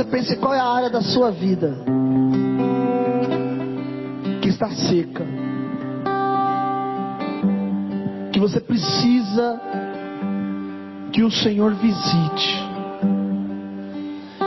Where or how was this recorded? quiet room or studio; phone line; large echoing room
large echoing room